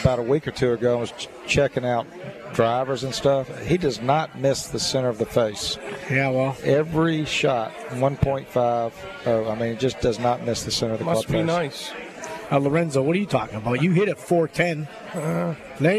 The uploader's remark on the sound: LIVE From Felix's Fish Camp!